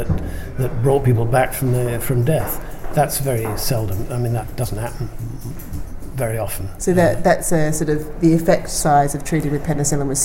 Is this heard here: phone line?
no